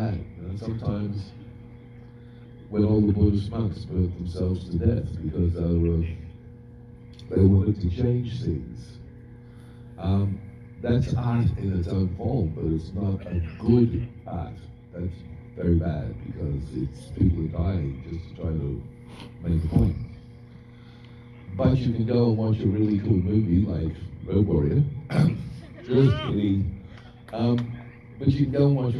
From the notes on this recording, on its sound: Q&As at The Mahoning Drive-In Theater for a Mad Max marathon.